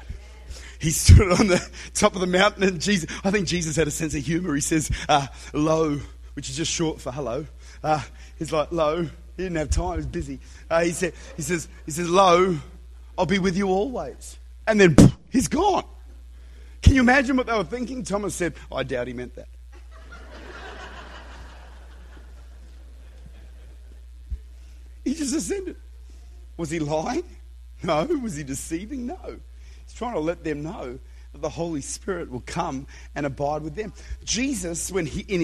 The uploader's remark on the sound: Recorded at Redeemer Church, Utica, New York.